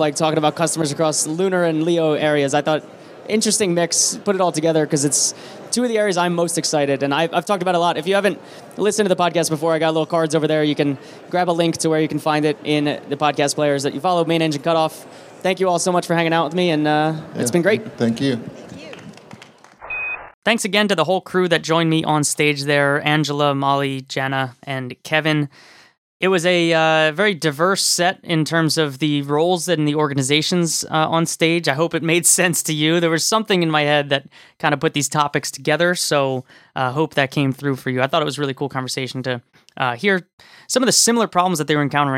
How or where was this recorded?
busy venue